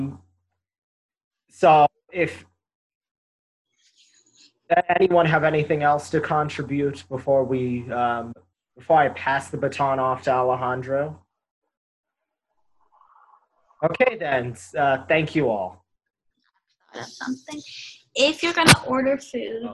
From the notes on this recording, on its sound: We once again recorded this show via Zoom and we apologize for any quality issues with the audio, we are working out how to make it better.